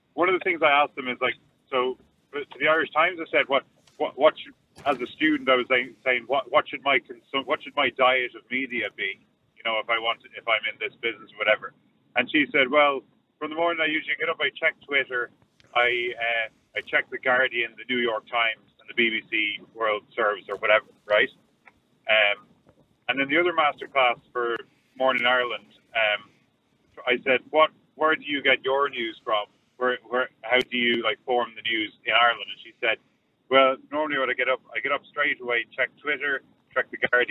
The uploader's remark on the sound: Opening up the lines to callers, the audience passionately shares their perspectives on media trustworthiness.